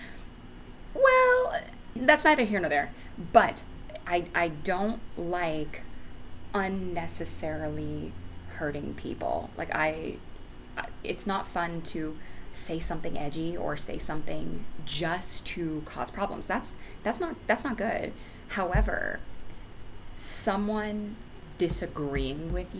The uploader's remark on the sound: Also, i did get a new microphone, but the background is extra loud because i had the windows open otherwise I'd suffocate from the heat.